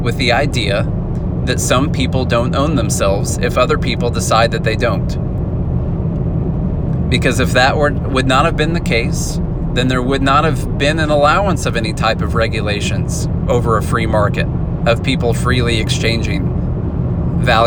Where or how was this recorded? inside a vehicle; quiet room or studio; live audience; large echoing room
inside a vehicle